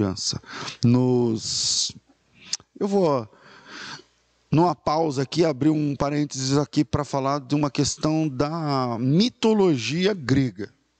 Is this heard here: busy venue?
no